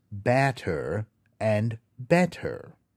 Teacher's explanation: the short form, which sounds a bit more like ah and eh. You can hear these short forms when I say the words batter and better.